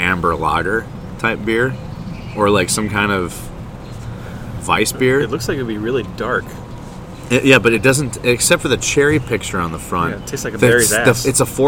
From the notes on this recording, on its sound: attempted to record an episode outside on a beautiful summer day but got eaten alive by mosquitoes